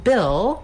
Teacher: we have the vowel I, which is a lax high front vowel. Basically, that's the same vowel sound that's in did, and when you learn a lot of words and sounds surrounding that I sound, it's easier to do it in the word Bill.